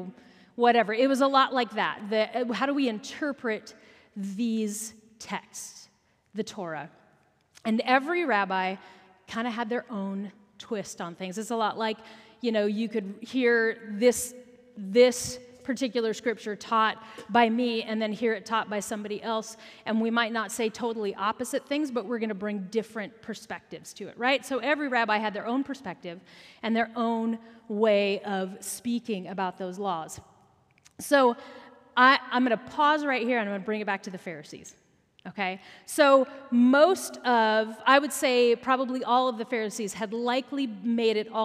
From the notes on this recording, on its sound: Recorded at our Sunday Gathering on October 15, 2023 in Port Orchard WA.